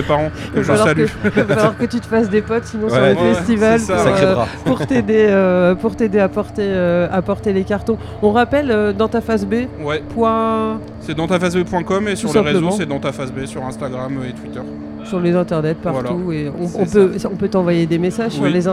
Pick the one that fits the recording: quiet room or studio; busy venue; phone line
busy venue